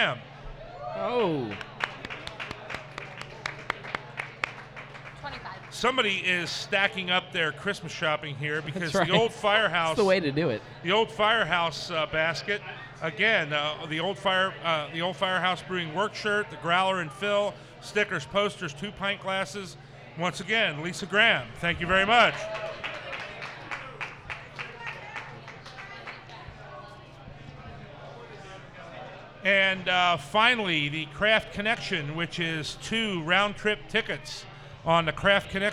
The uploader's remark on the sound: We once again are live at Braxton Brewing Company in Covington, KY.